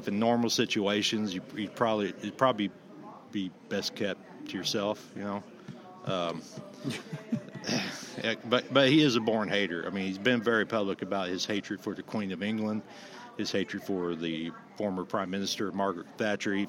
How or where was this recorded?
busy venue